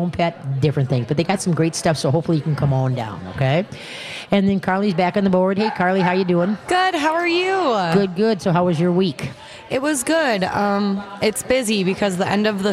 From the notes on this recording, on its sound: We are LIVE from the New Chuck and Don's in West St.